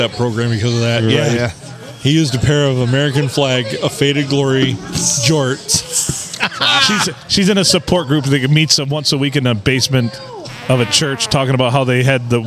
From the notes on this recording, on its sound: Recorded at the Rustic Tavern on Sunday Funday.